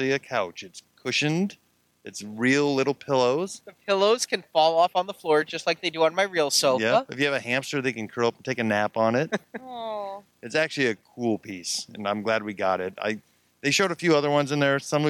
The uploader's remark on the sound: Marvel Collecting at San Diego Comic-Con 2016. Recorded live on the floor, plus around the convention.